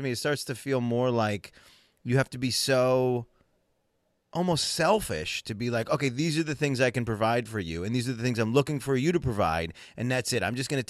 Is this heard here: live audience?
no